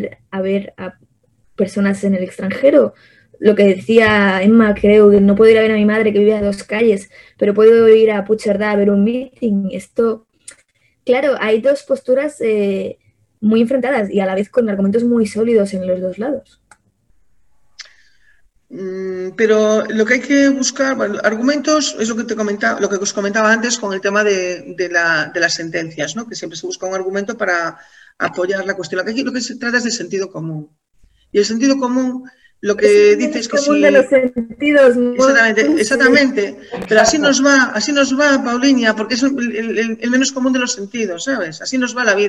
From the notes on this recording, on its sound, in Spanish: mesa de debate virtual